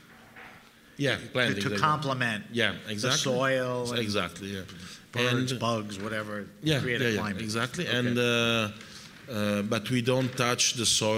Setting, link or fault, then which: setting, busy venue